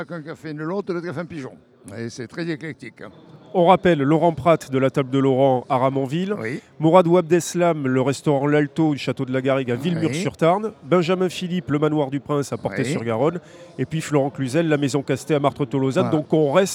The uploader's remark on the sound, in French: En direct du Smahrt 2024